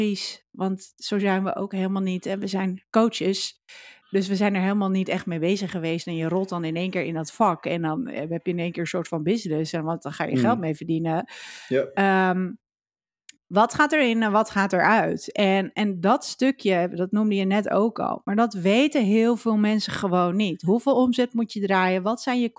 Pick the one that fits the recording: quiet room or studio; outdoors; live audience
quiet room or studio